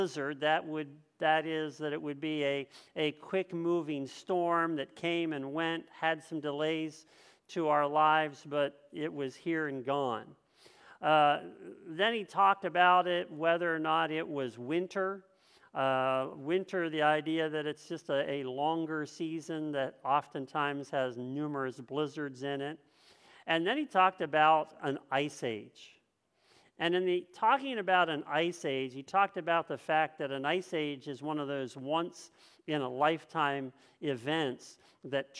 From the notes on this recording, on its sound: This message was first preached on 9/25/2022 at Linglestown Life